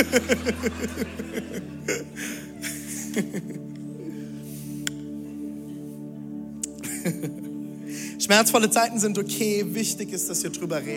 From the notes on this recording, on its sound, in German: Audiomitschnitt der Predigt